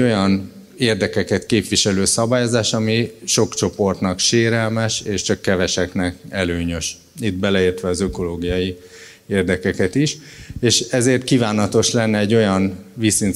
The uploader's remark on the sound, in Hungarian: immár videón és podcastban is elérhető Qubit Live-előadásából